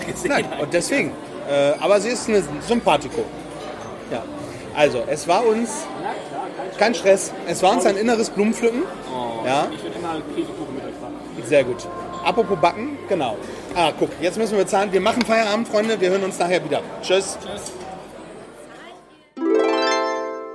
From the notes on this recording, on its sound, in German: Die Aufnahme fand live in der Astra Brauerei auf der Reeperbahn statt. Die Aufnahme fand live in der Astra Brauerei auf der Reeperbahn statt.